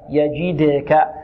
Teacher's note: ألم يجدك يجدك، إذن الجيم شديدة يجي، كذلك مكسورة يجي، نحافظ على الكسر، وبعدها الدال مقلقلة يجدك. والقلقلة في الدال قلنا هي اضطراب في المخرج، لا تميل لا إلى كسر ولا إلى فتح ولا إلى ضم